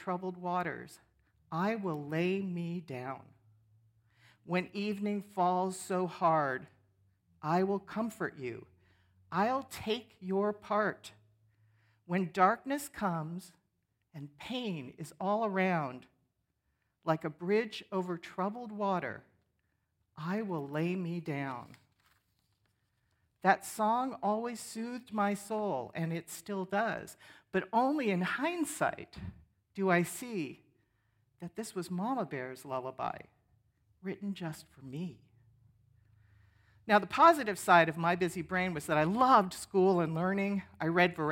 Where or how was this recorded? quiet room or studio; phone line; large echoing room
large echoing room